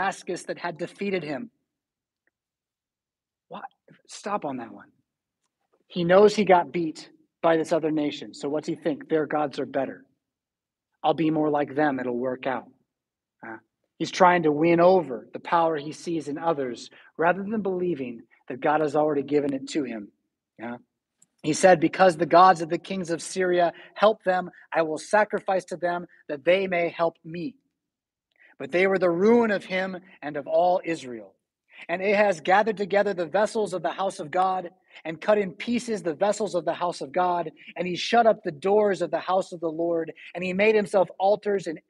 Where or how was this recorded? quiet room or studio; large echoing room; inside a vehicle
large echoing room